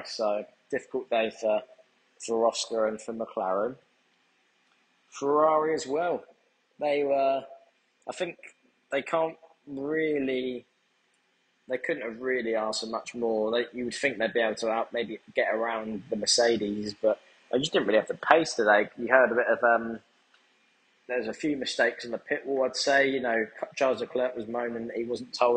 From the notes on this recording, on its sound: Immediate Post Race Reaction From Jeddah. From the Jeddah paddock. Audio quality less than usual but don't worry, the dynamic duo will be back together with microphones in a few days time!